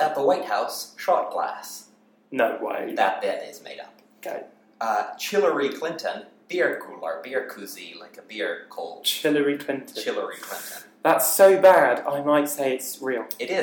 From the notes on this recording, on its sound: We're in a different recording location this week, so forgive the quality.